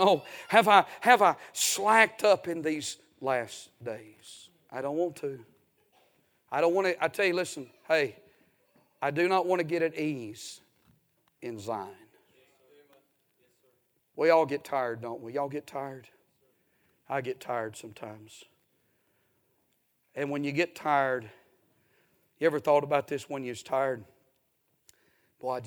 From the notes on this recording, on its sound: A sermon preached Sunday Evening